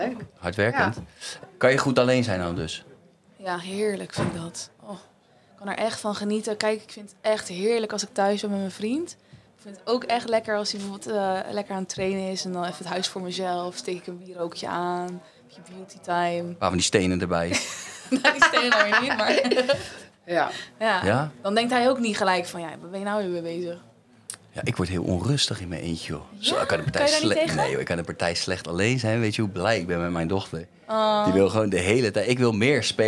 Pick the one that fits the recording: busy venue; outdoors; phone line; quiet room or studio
busy venue